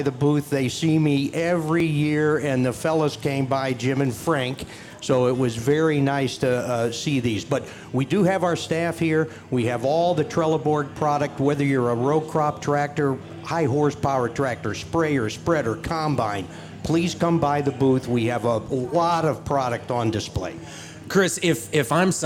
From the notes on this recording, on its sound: On location from the Farm Progress Show in Boone, Iowa. Broadcasted from the Trelleborg booth.